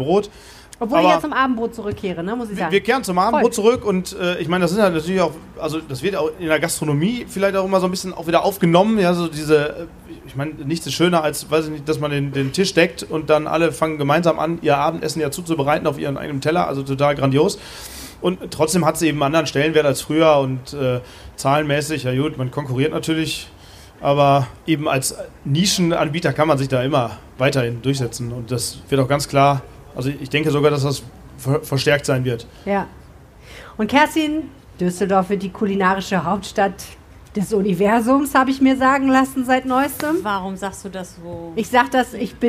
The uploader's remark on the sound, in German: Darum ging es bei Rheinpegel LIVE am Stadtstrand im Oktober. Haben wir uns am Rheinufer getroffen.